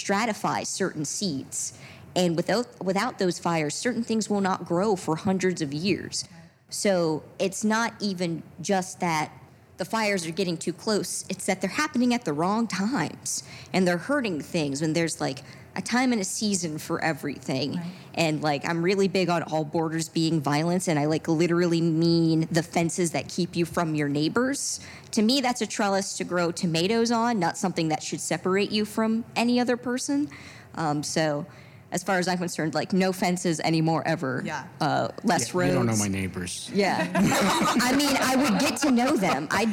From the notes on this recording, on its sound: Live from the Cincinnati Playhouse.